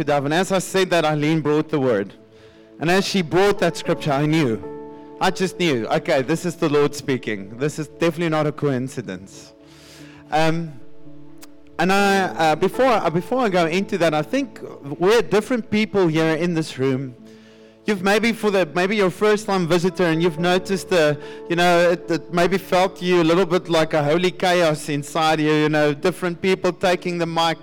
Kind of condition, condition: setting, large echoing room